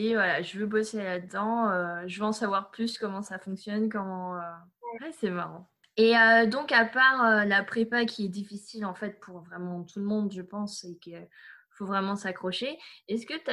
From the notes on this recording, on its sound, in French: C’est mon premier interview enregistré en période de confinement donc désolé pour le son